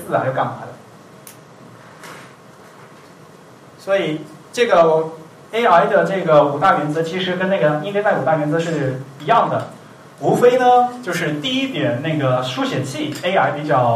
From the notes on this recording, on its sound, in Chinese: 文瀛讲坛第二期于 7 月 28 日在同济大学中芬中心开讲。本期节目为现场录音的精选剪辑版。